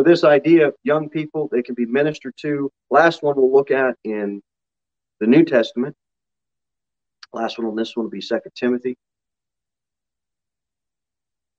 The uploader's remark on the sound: Sermon delivered at Pilgrim Baptist Church on Sunday, October 24, 2021, at 6:15 pm. Jere Whitson Rd.